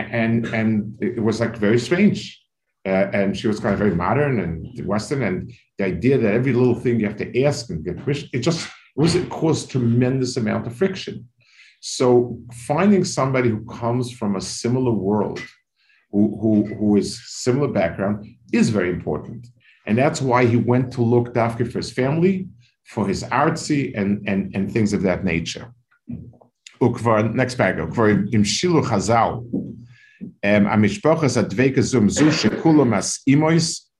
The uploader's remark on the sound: This shiur take place over Zoom on Motzei Shabbos.